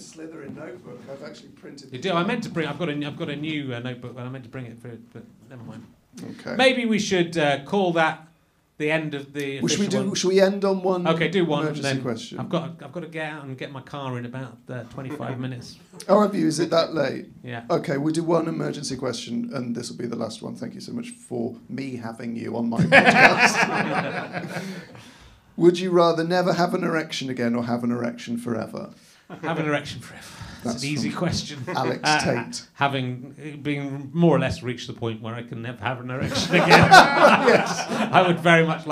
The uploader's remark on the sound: The first one since March in front of an audience. We're at the prestigious Bill Murray pub in North London.